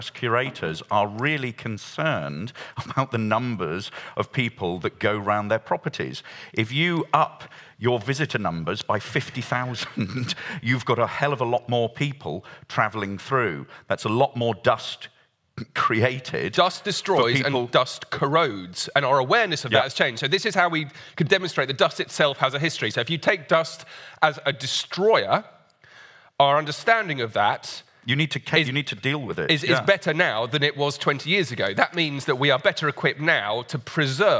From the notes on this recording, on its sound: In a special live episode